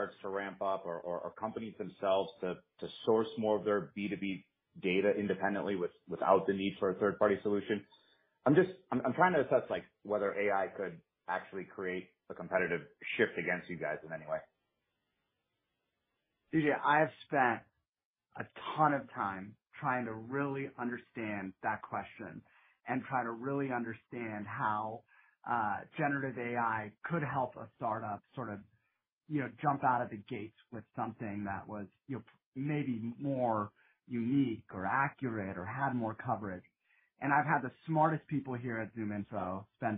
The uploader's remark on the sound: Q2 2023 Earnings Call